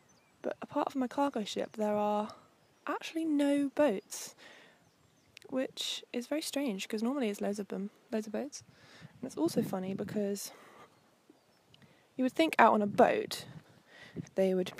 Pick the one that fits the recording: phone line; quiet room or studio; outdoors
outdoors